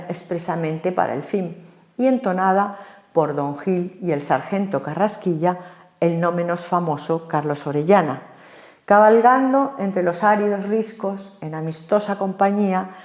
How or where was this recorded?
large echoing room